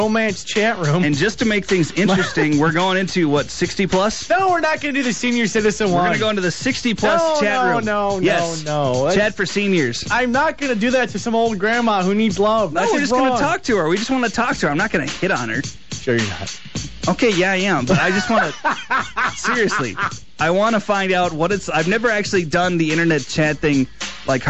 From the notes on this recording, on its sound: We open up the phones